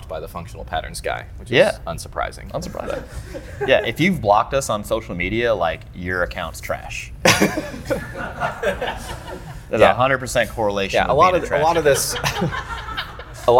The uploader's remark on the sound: This video was recorded during our September 2019 seminar in St. Louis, MO at Output Performance.